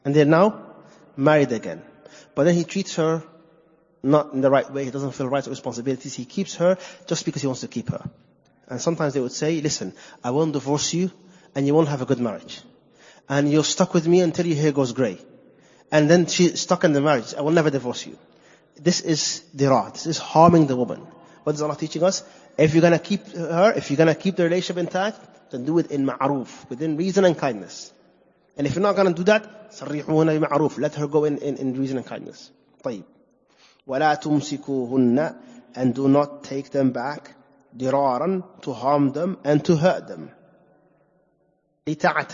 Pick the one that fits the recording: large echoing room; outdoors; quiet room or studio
large echoing room